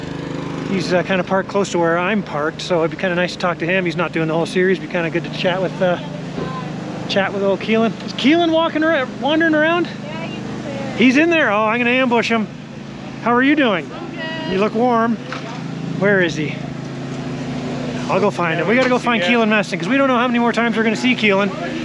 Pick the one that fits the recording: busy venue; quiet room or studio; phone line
busy venue